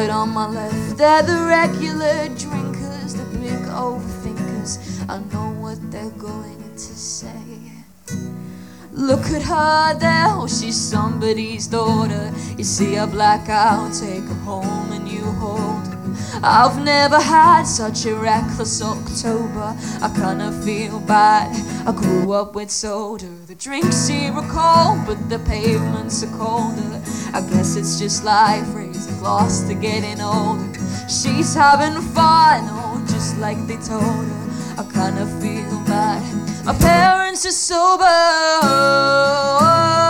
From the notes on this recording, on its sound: recorded at The Portland Arms